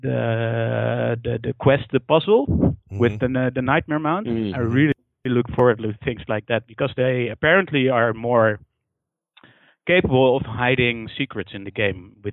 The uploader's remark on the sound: Our end of year listener call-in episode!